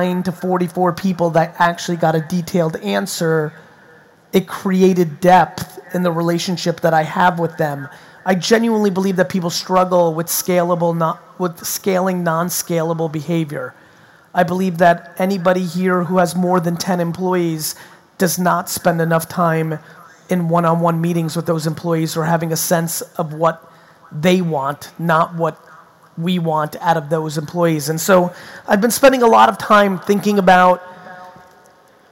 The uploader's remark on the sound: Sydney 2019 Keynote. My recent keynote from my trip to Sydney.